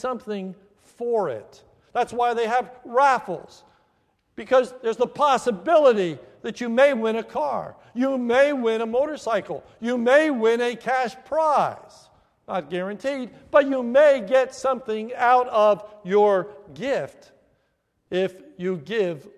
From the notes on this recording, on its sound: This is a sermon recorded at the Lebanon Bible Fellowship Church, in Lebanon, PA, on 4/2/2015 during the Maundy Thursday service